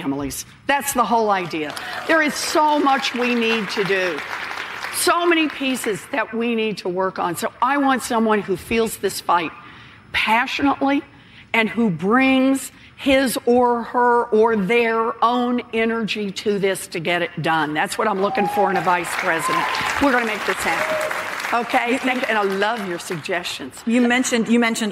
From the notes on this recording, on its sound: answers questions from voters in Nevada during a live town hall